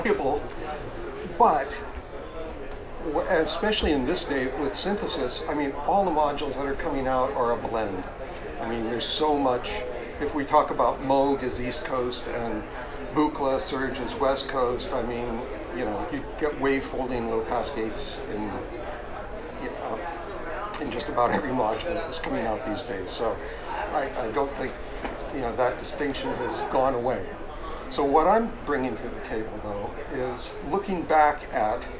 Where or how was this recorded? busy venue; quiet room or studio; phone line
busy venue